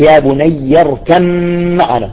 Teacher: بالإدغام تصبح يا بني اركم معنا، ذهبت الباء، تمام؟ فالإدغام كامل.